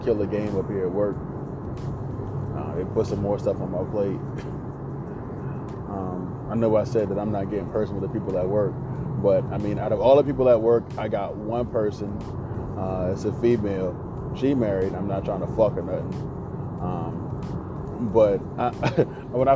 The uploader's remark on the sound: My ride to work. Just a man and a Phone.